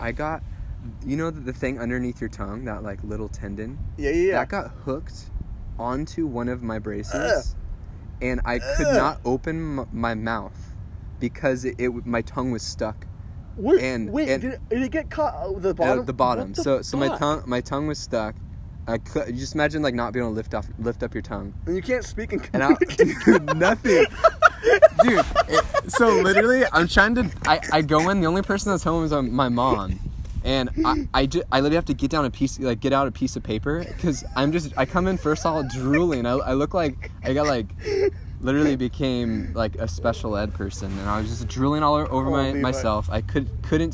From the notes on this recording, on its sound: we sit in a parking